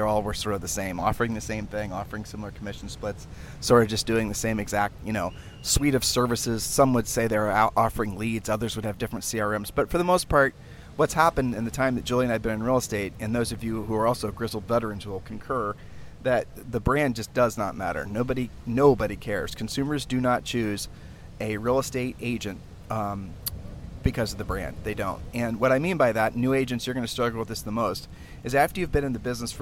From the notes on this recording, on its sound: Sunday podcasts are recorded literally at the beach.